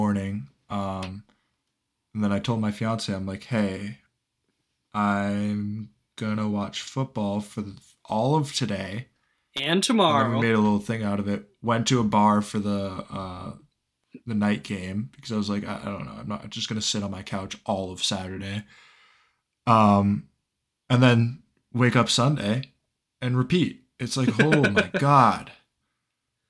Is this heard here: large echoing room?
no